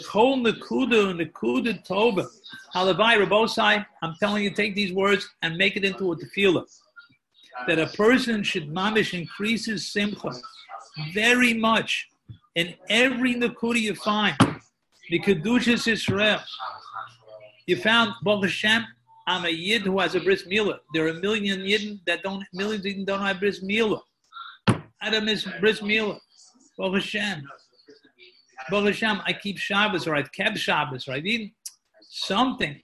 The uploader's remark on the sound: Live on Zoom 7-20-2020